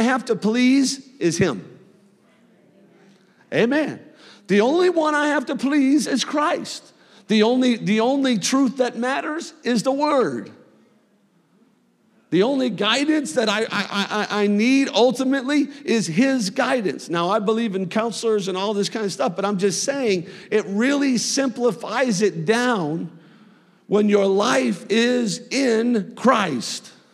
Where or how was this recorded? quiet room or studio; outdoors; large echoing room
large echoing room